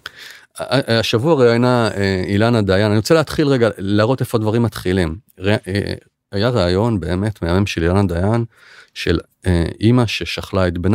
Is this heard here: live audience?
no